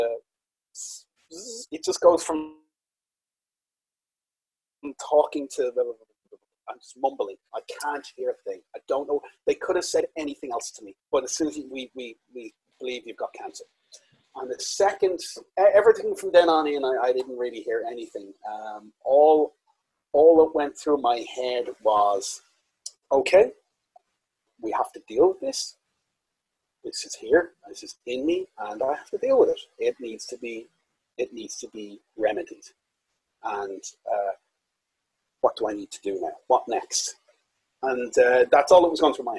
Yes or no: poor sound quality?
yes